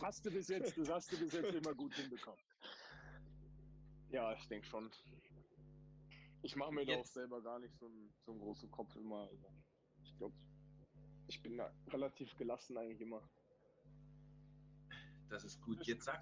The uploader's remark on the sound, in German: Es ist die mit dem schlechtesten Ton ever